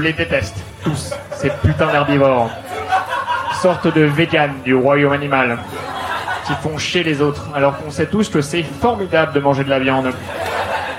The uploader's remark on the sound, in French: Enregistré en live et en public au One More Joke.